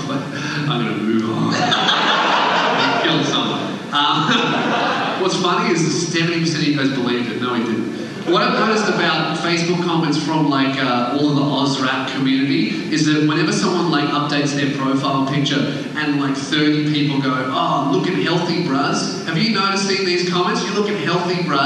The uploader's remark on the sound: LIVE ON STAGE. Please enjoy this incredibly fucked up live show.